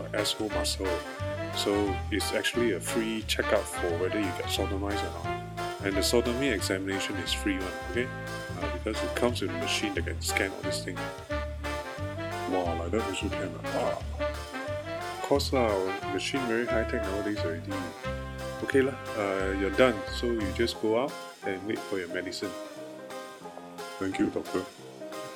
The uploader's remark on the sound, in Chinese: 对不起，没带麦克风回来，音质不好，请见谅。